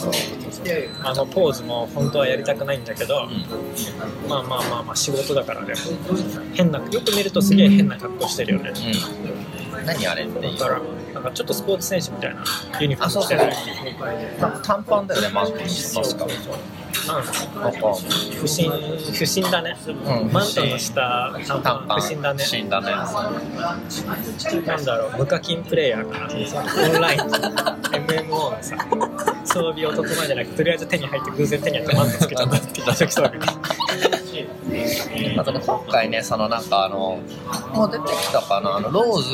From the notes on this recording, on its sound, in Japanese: コーヒーショップで急遽収録した為、雑音があり聞きづらく